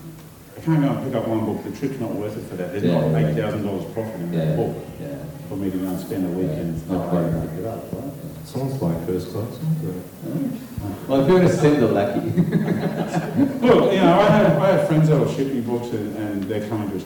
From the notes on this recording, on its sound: Recorded in front of a live audience at Supanova Melbourne, we are joined on stage by Fats Comics owner, and industry expert.